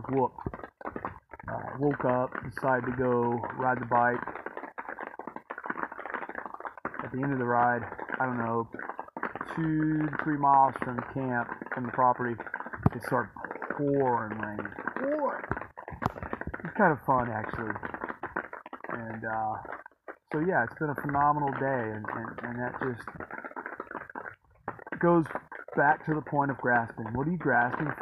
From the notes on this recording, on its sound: Sorry for the sound, it's terrible